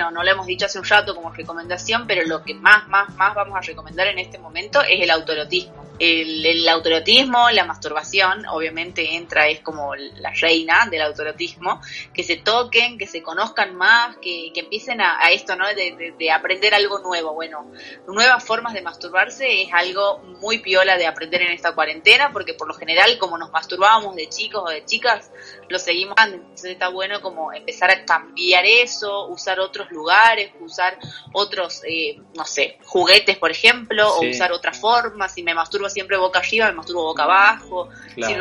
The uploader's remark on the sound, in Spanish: Charlas íntimas con un sonido de mierda.